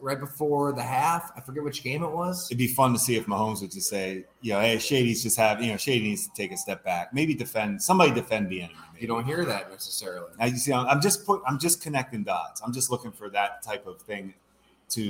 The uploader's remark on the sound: You can listen to the audio above or watch the video below from Fattey Beer Company in Hamburg, NY.